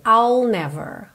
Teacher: Eu começo o som do I, mas eu não termino, não faço esse I. Eu pego do I'll e já boto o L ali.